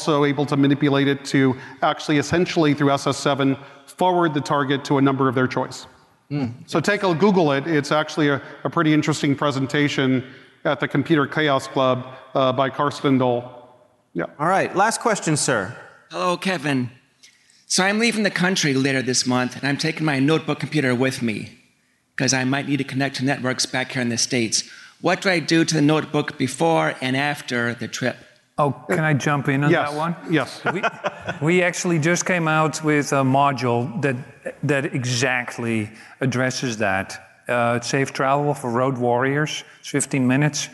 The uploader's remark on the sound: Recorded live at the KB4CON conference in Orlando, FL. Takes questions from the audience.